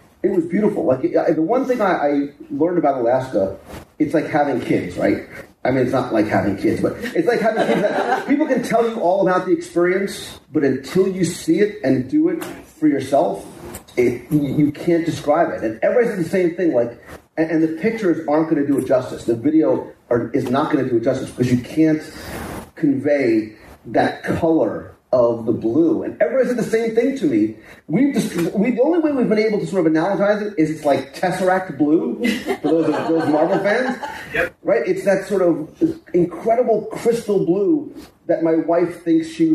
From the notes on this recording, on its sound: This week’s show was recorded live during our WDW Radio Cruise to Alaska on the Disney Wonder last week.